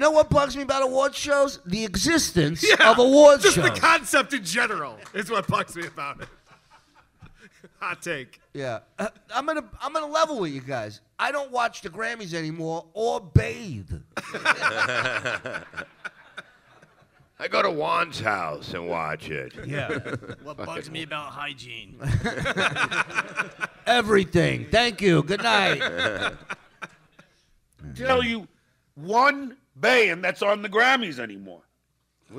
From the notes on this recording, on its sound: The Uncle Rico Show LIVE from DabbleCon!